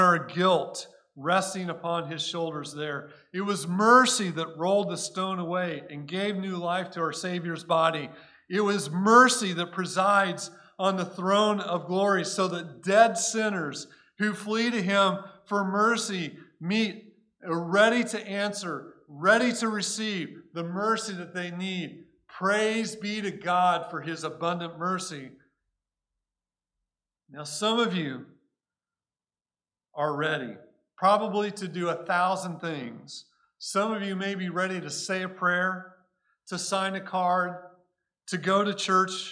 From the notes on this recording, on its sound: Recorded at Cornerstone Church in Mesa, AZ